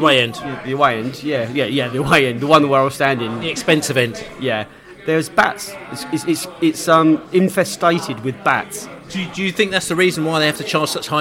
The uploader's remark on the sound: Preston pre-match podcast from the pub.